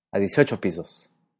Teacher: la primera S de pisos también se sonoriza, sonando a 18 pisos.